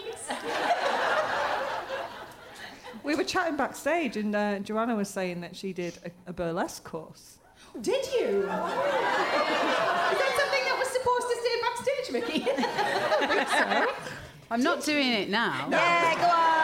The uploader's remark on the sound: Recorded at the Leicester Square Theatre, London on June 27, 2017.